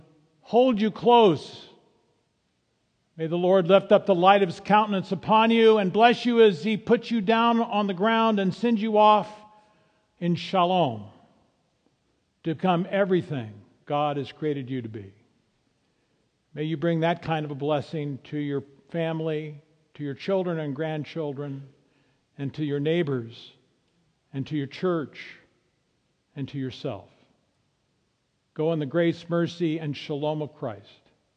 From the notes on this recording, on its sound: Driving Toward the Goal is a podcast of the Sunday morning worship service at Laguna Presbyterian Church.